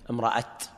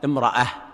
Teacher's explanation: فهنا بالتاء المربوطة والوقف عليه يكون بالهاء · Shown in: second take